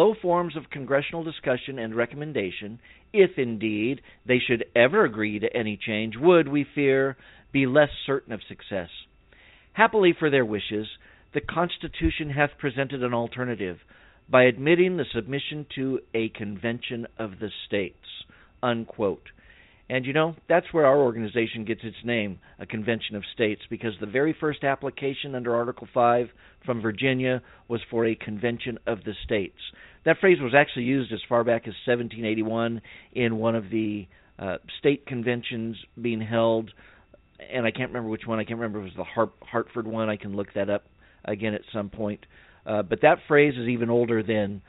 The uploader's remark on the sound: save some time for phone calls